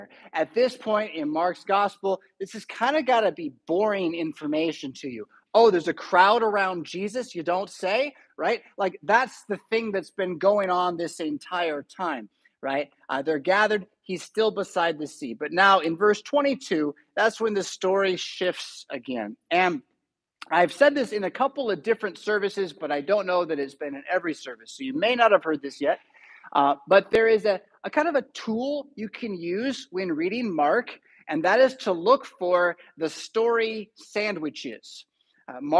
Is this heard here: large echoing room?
yes